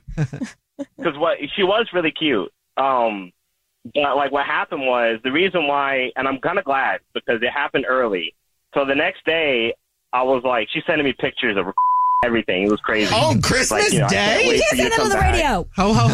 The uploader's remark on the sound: The guy on the phone